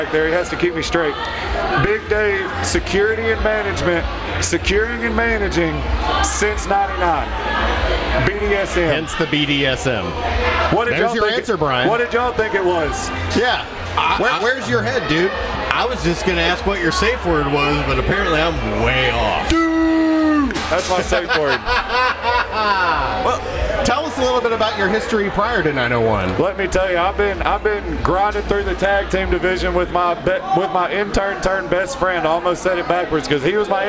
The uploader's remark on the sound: on location at Black Lodge